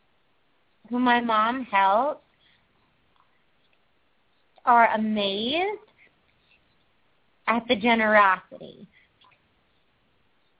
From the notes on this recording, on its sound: open up the lines for listeners to call